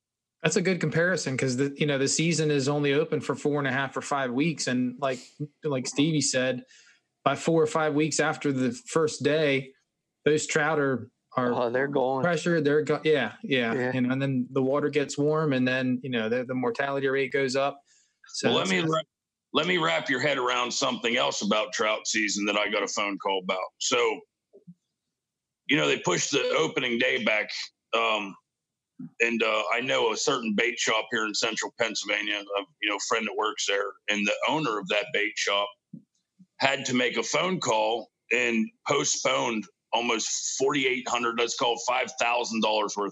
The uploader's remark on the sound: The crew embraces the isolation with our first attempt at a fully remote podcast through Zoom.